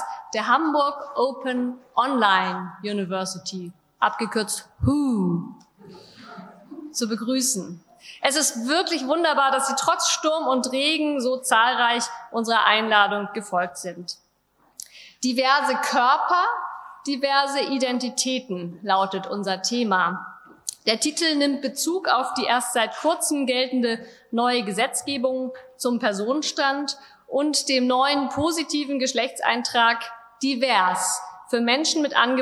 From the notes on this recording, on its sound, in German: Live-Aufzeichnung. Symposium des Projekts “Intersex kontrovers” der Hamburg Open Online University im Museum am Rothenbaum – Kulturen und Künste der Welt (MARKK).